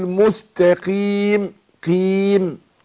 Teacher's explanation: القاف مكسورة هتاخد ادنى درجات التفخيم وبعدين الوقف عليها برضو عرض للسكون.